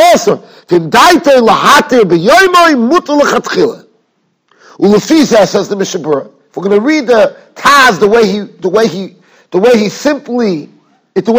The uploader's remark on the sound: Shiur recorded in Yeshivas Ohr Reuven, Monsey, NY.